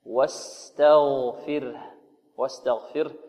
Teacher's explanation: الواو مرققة، والسين كذلك مستفلة، والتاء مستفلة، والغين مفخمة، واستغفر. فلا بد أن نخلص المستعلي من المستفل والمستفل من المستعلي، نقول واستغفر تاء، وإنما واستغفر فره.